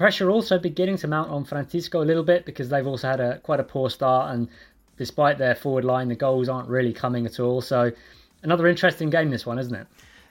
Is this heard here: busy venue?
no